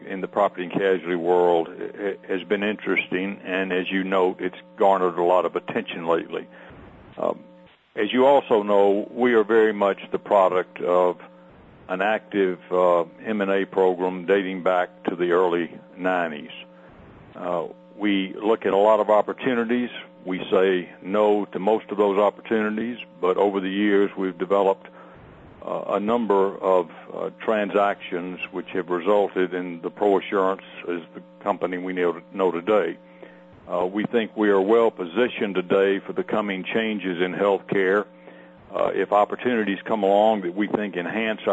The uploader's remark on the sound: ProAssurance Earnings Conference Call